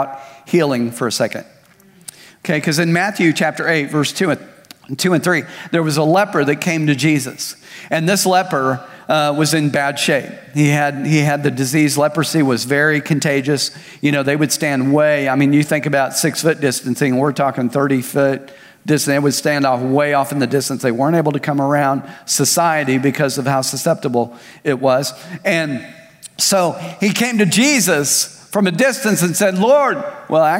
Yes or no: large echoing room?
yes